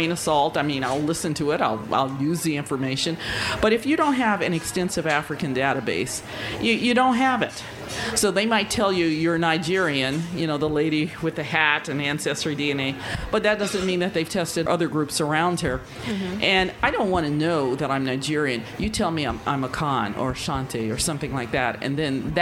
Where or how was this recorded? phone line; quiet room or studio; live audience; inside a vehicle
live audience